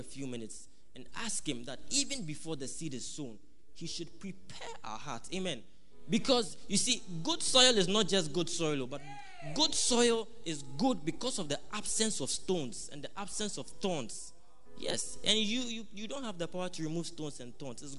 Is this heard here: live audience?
yes